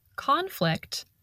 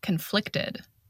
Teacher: And notice the different pronunciation between the noun conflict and the adjective conflicted. We stress the first syllable in the noun conflict, and we stress the second syllable in the adjective conflicted.